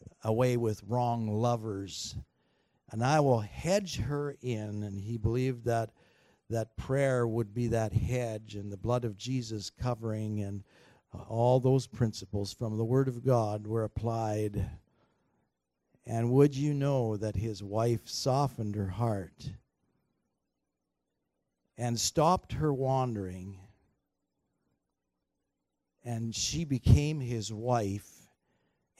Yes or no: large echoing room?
yes